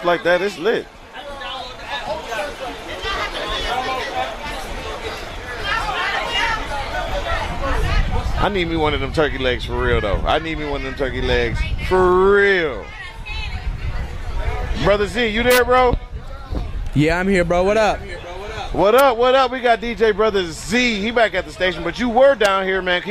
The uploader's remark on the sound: 101.7 The Truth held their FIRST LIVE remote broadcast at the 50th anniversary of Juneteenth.